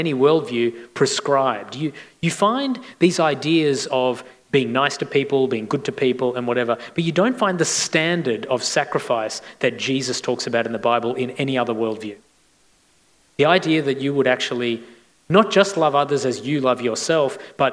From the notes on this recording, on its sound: This recording was taken from a Q&A session at Chapel of the Holy Spirit's Fireplace event in February 2022, Singapore.